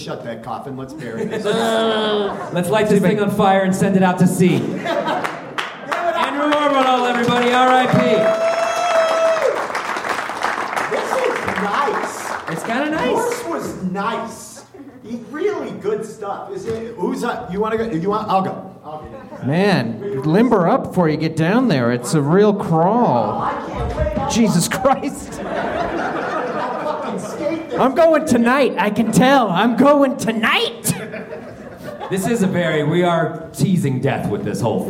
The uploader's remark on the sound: Live at the Bug Theatre. The first-ever Grawlix live funeral.